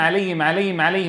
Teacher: فجعل الهاء مسهلة أو بتموج حلقي لا يعتمد على الهاء المحققة